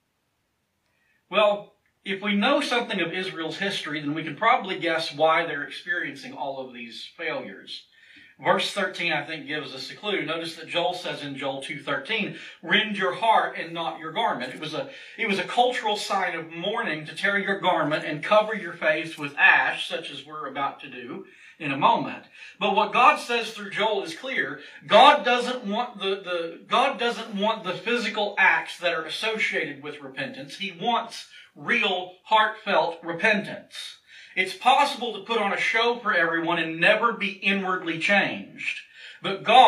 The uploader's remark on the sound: This sermon was recorded from the pulpit of Mars Hill Cumberland Presbyterian Church in Pottsville, Arkansas.